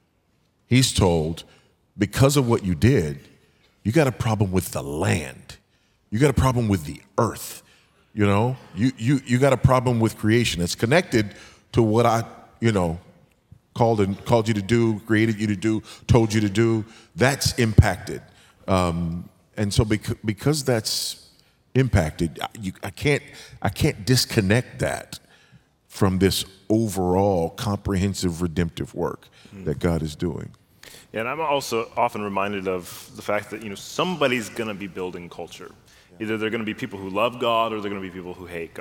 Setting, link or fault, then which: setting, busy venue